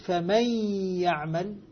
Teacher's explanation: نطقت بالحرفين حرفا واحدا فأصبحت هنا ارتفاعة واحدة بدل ارتفاعتين · Term: الإدغام